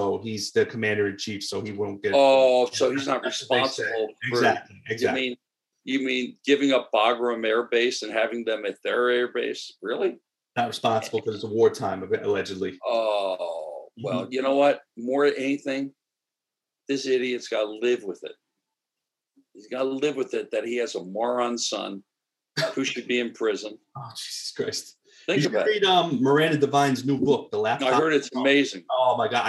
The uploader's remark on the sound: Sunday Sauce via Zoom.